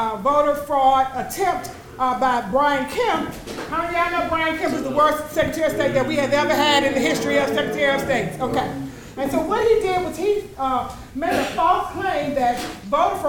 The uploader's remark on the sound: gave brief speeches and answered questions from the audience